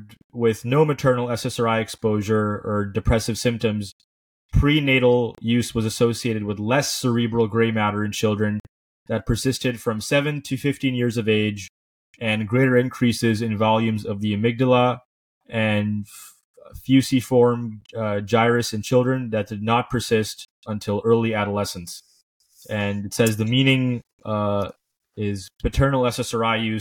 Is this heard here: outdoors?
no